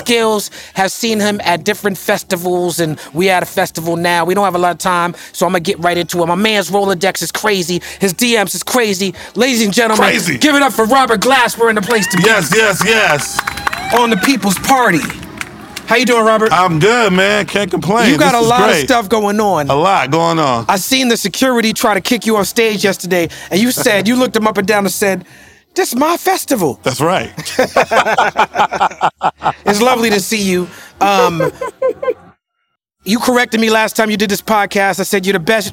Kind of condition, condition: setting, busy venue